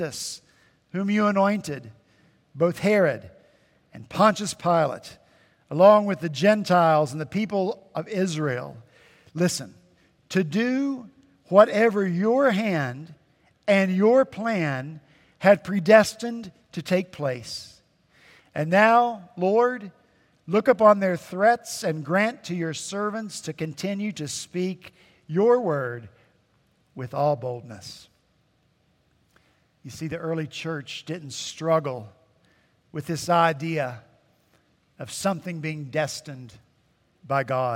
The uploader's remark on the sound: At Redeemer Presbyterian Church in Charleston, SC